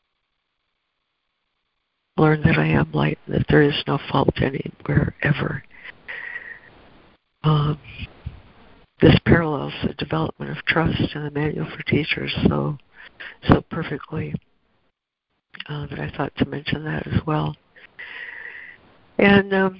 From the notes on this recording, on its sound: ACIM Daily Conference Call